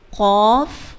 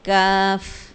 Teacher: قاف پیچھے سے نکلتا ہے اکثر لسان زبان کی جڑ اوپر لگتی ہے، اور کاف تھوڑا سا آگے منہ کی جانب